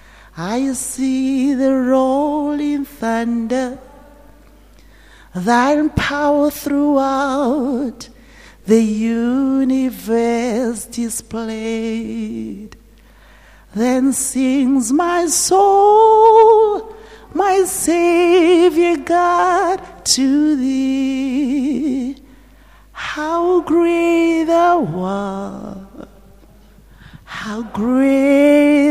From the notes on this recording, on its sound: at GTCFC City campus at the morning service